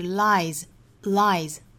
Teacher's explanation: lie 本身尾部是个元音元音属于浊音类别的所以后面加这个 s 应该读浊辅音